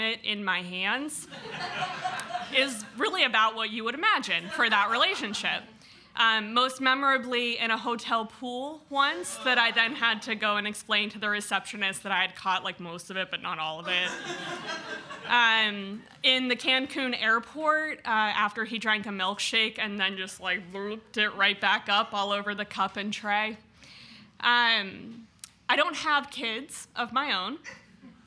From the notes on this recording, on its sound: Where we feature select stories from our monthly open mic storytelling events in York, Pennsylvania. Twelve storytellers shared their stories with our audience at Archetype Pizza in downtown York.